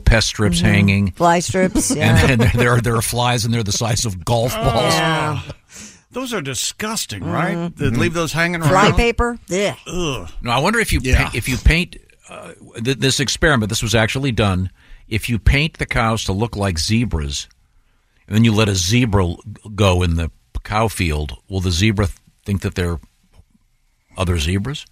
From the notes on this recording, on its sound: Call into the show today.